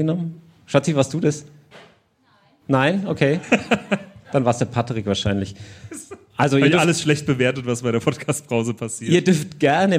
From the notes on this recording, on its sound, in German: Unser Live-Publikum im Afterwork begeisert. Das war die Podcast-Brause live.